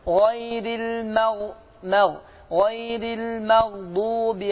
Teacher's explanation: Yani fikir verin çünkü okunun zaman mağ olur. Çünki ğayn hərfi biraz qalın olduğu üçün, qalın səs olduğu üçün mim hərfinə təsir eləyir